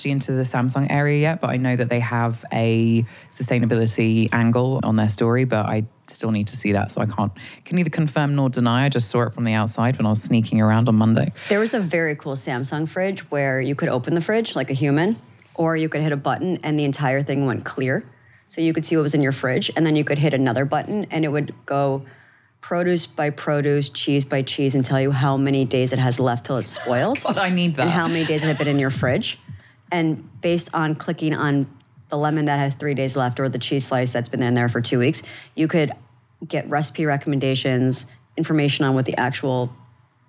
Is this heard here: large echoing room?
no